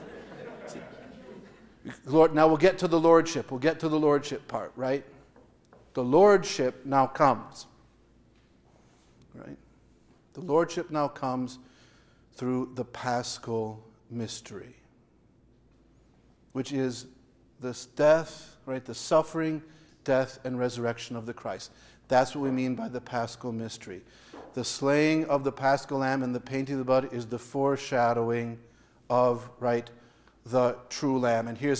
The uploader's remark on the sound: Audio from the Rite of Christian Initiation for Adults (RCIA) class at Saint Paul's.